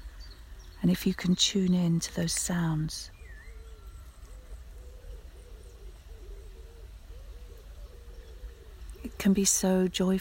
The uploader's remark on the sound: We join her as she walks through some woods on the edges of London, so keep an ear out for the birds, sounds of nature and the stream